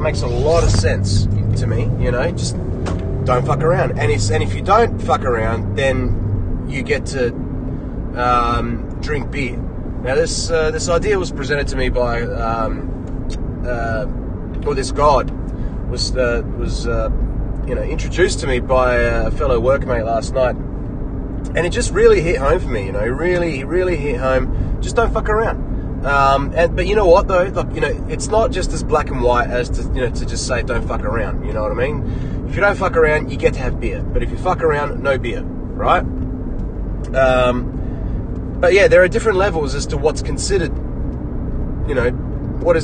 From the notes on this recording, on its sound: This episode was recorded in my car on the way to work. Sorry for bad audio.